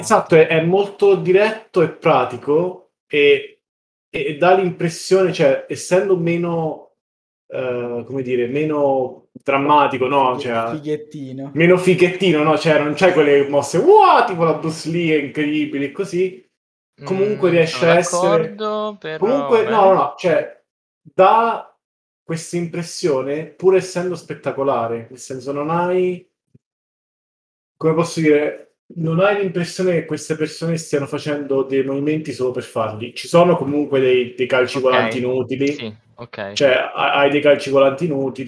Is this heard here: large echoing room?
no